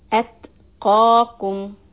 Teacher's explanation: The ta has a sukoon, so you do hams.